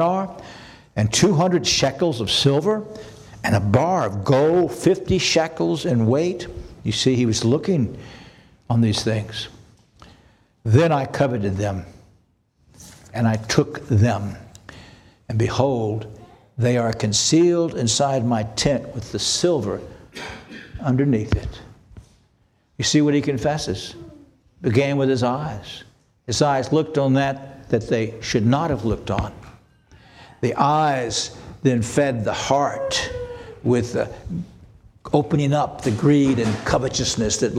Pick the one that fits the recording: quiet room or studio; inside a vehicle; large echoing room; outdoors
large echoing room